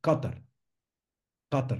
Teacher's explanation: Nosotros le hacemos una palabra grave, pero en realidad es una palabra aguda en árabe. Ellos lo pronuncian como Qatar, Qatar, con unas as muy cortas, y nosotros le damos Qatar.